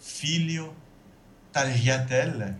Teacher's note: c'est un L mouillé, hein, un L palatal, comme on dit, et il se prononce comme dans le mot italien figlio, tagliatelle.